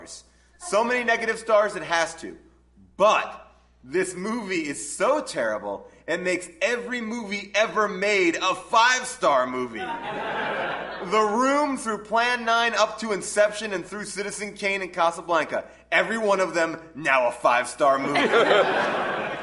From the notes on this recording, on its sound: recorded live at the Largo theater in Los Angeles